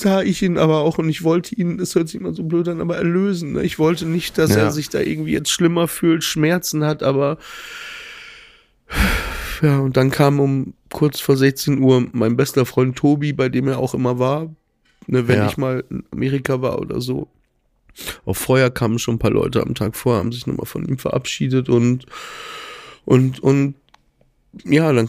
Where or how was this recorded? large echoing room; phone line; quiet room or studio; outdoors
quiet room or studio